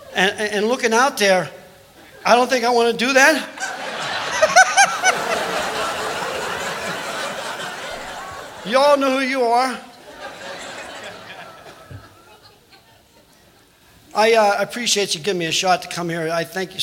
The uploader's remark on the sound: Live at the South Point 03-02-2017